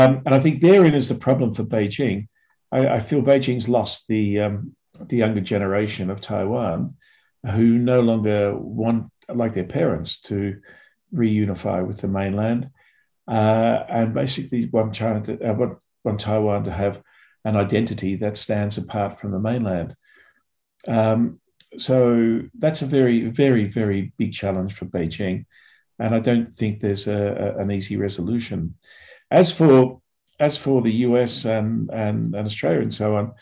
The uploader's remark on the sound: A La Trobe Asia 'China in Focus' seminar, held in front of a zoom audience.